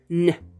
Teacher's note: which you do by blocking the airflow, pushing the tip of your tongue against the alveolar ridge behind the teeth